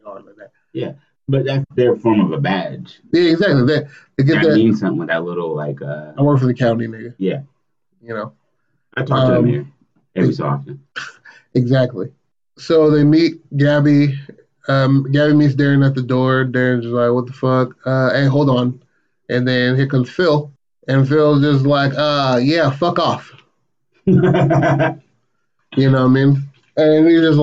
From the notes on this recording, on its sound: I want to start with apologizing about the audio.. Always mic check before you record your podcast!!